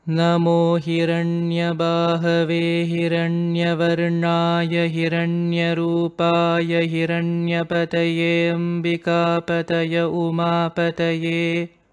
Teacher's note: So all this is being done in a middle pitch.